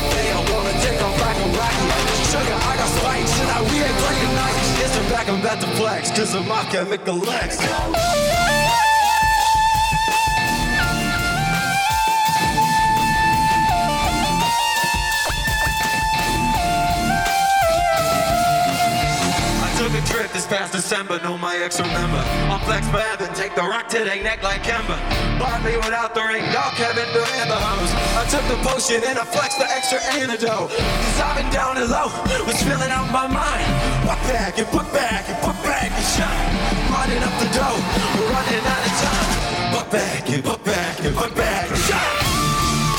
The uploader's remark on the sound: This performance live at New Hands Music Festival.